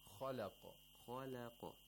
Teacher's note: We have tafkhim of kha and qaf. And one letter, one tarqiq letter in between.